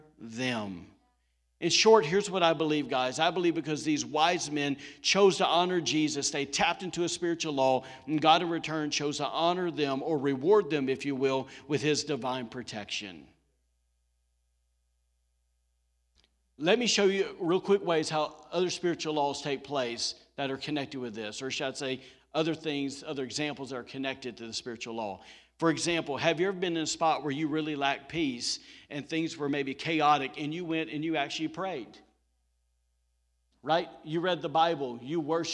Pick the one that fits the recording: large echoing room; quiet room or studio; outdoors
large echoing room